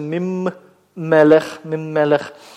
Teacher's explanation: это компенсаторное удвоение на месте выпавшего согласного